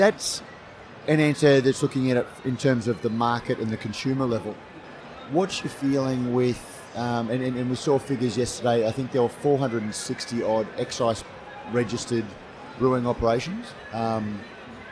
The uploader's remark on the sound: This is a special edition of Brews News, live from GABS in Melbourne. Brews News was able to take our mobile studio to GABS and capture some great discussions with a wide range of people in the beer industry.